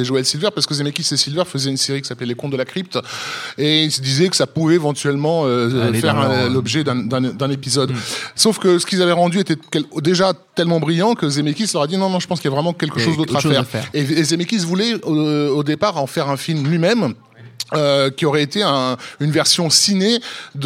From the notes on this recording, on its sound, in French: Enregistré le 31 octobre 2018 au Club de l'Etoile (Paris 17e). Production : Binge Audio.